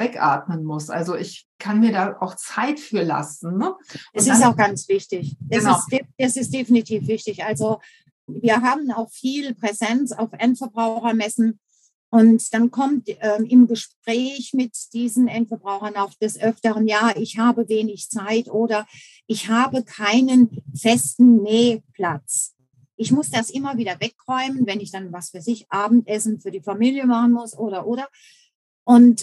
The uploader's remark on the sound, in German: Info zur Klangqualität: Wir hatten bei dieser Aufnahme leider immer wieder technische Probleme, deshalb ist die Qualität nicht so gut wie gewohnt.